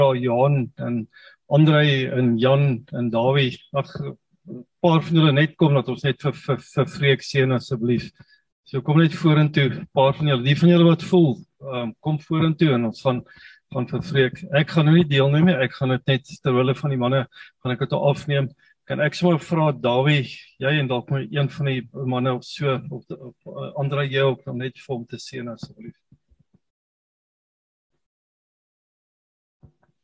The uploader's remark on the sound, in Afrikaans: Zoom Byeenkoms 28 Junie 2022. Manne van die Woord Zoom Byeenkoms.